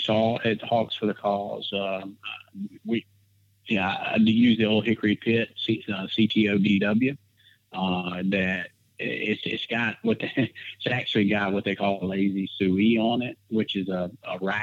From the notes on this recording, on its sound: we found another time to record over the phone